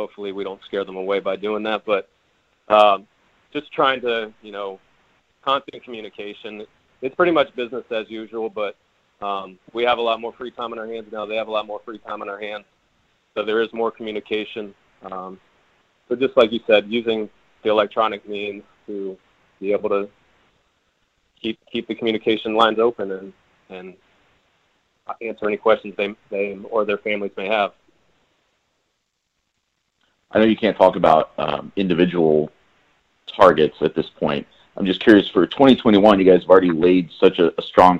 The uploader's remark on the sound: held a conference call with reporters